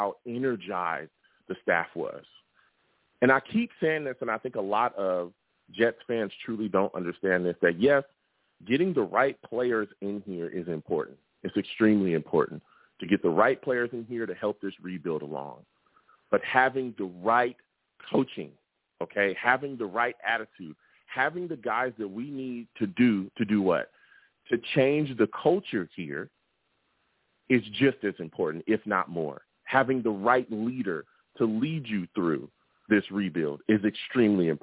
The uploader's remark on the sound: I also take live callers!